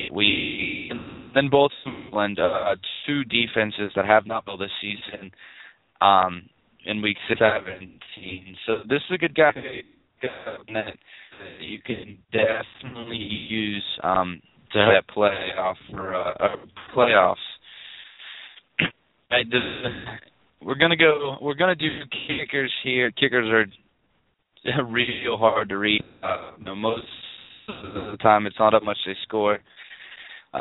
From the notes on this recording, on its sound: Taking questions via call ins. Hear your questions answered live on air.